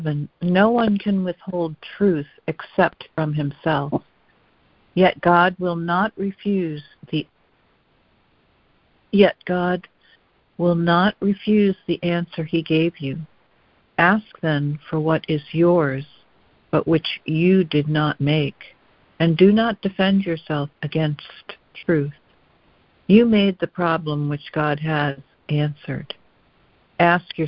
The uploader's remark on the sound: ACIM Daily Conference Call.